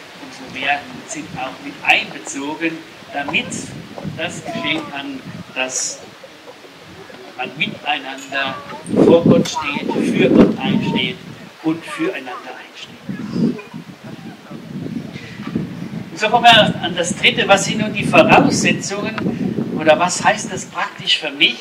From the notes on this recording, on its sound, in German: Diese Predigt wurde im Rahmem des "Gottesdienst im Grünen", also eines Gottesdienstes an der frischen Luft, aufgenommen, weshalb leider einige Hintergrundgeräusche auf der Audiodatei zu hören sind.